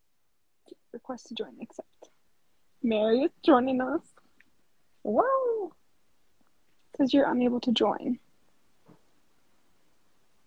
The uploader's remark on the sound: This episode is an unedited, unfiltered recording of that live.